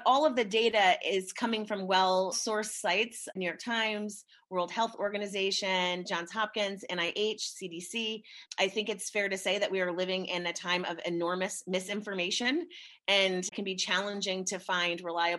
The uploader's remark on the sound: Virtual webinar taken from a live broadcast. Features a panel representing five patient advocacy societies.